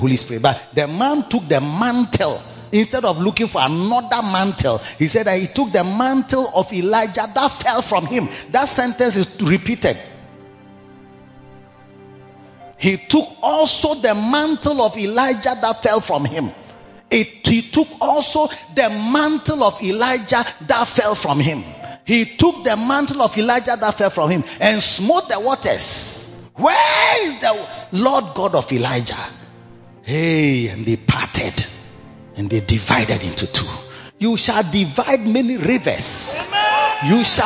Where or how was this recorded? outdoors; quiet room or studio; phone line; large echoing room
large echoing room